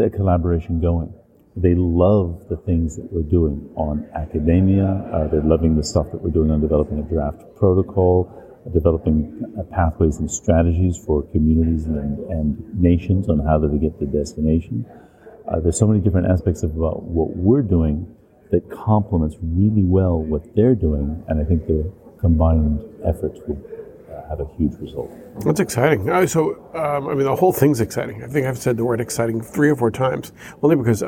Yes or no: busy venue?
yes